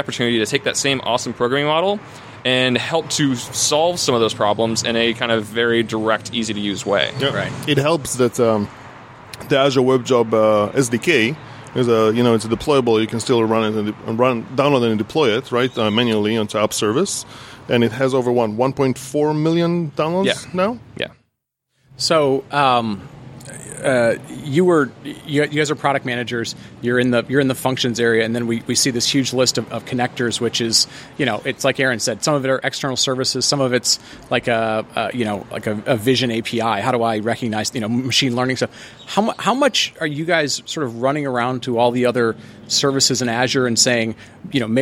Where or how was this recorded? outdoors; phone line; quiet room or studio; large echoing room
outdoors